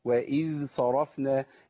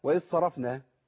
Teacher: الذال لابد من بيان رخاوه الذال فيها · Shown in: first take